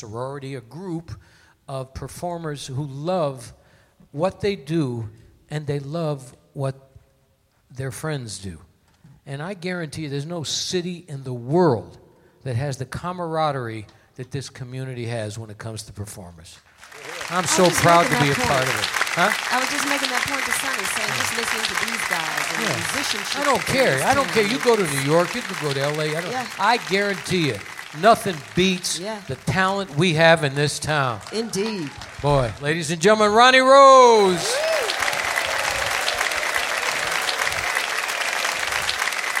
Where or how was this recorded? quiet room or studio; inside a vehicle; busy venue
busy venue